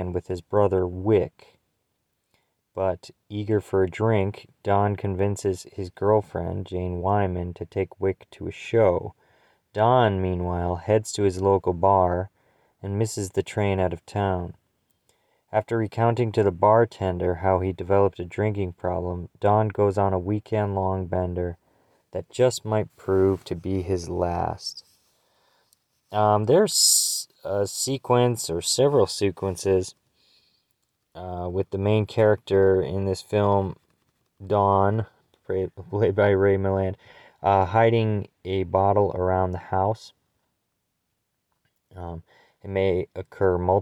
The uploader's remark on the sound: we were able to whip this one up with a cellphone and a prayer